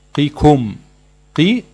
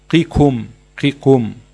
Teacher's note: القاف مكسورة بأقل درجات التفخيم، قي والكاف كا، قيكم، قيكم.